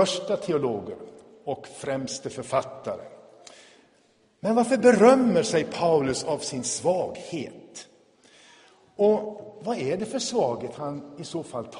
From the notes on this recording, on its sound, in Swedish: Inspelad i Tabernaklet i Göteborg 2017-05-21.